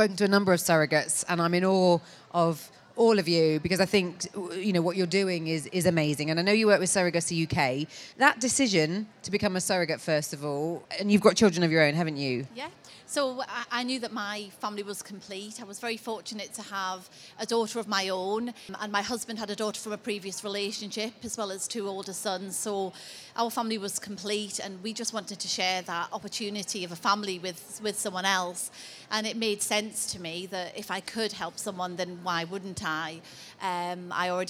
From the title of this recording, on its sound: The Fertility Show Special from the Let's Talk Stage